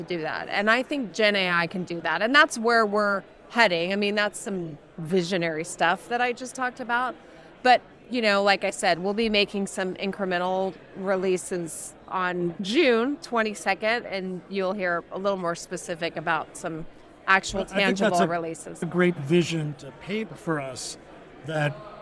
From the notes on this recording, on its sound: Recorded live at the Ascent Conference in San Francisco.